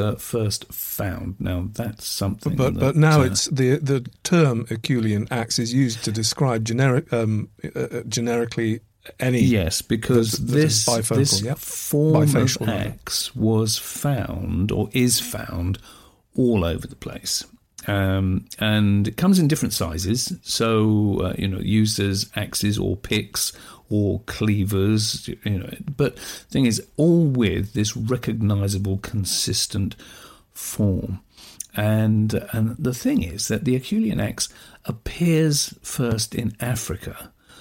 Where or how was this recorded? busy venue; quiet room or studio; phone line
quiet room or studio